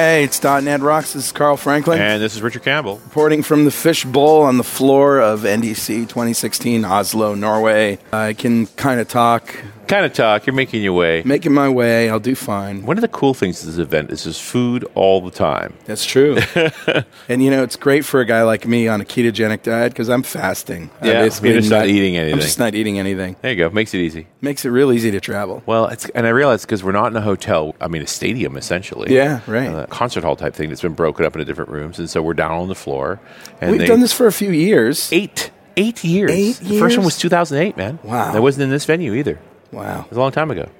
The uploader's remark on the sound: while at the NDC conference in Oslo